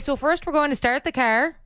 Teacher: every word in relation to driving has that hard R sound that people from the East Coast really punch